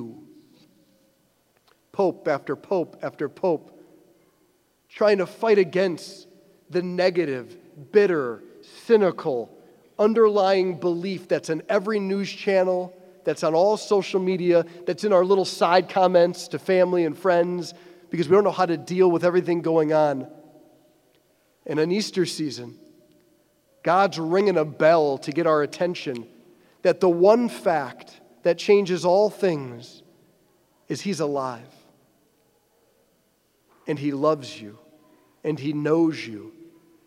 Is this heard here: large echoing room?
yes